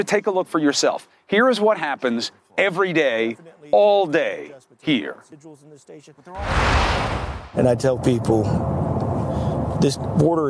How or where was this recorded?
outdoors